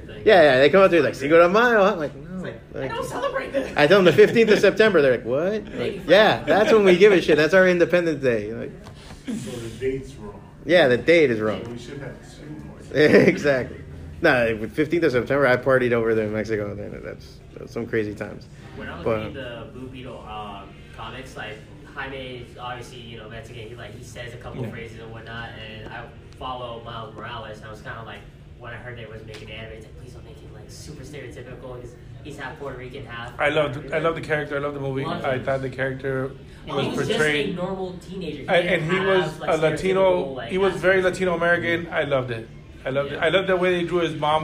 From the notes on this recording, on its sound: Great panel we did at Otakufest in 2019